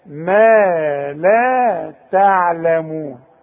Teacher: ما لا تعلمون كلها مرققة لكن ادي المدود حقها